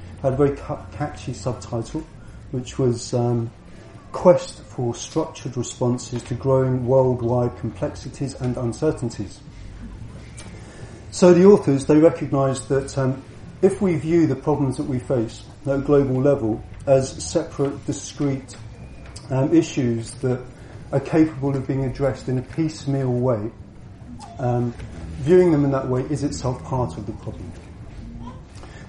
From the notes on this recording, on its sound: at the Buddhafield Festival July 2016